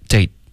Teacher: 结尾的特省略一定要有一个干脆的停顿，不然你发的就是 day